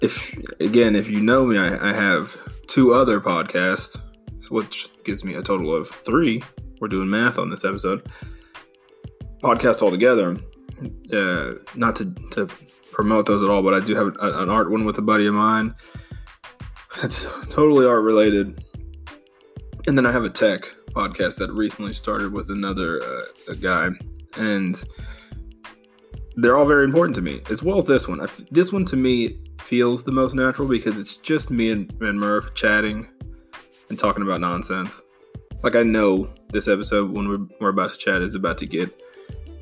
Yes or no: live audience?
no